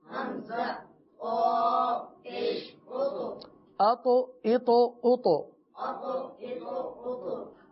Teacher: اب آپ اس کو تھوڑا سا سمجھنے کی کوشش کیجئے کہ ایک حرف تا ہے جس کو ہم نے سکون کے ساتھ پڑھنا ہے، ساکن کر کے پڑھنا ہے، اور ایک حرف ہے تو، اس کو بھی ہم نے ساکن کر کے پڑھنا ہے، دونوں ساکن، لیکن فرق کیا ہے، تا میں قلقلہ نہیں ہوگا اور تو میں قلقلہ ہوگا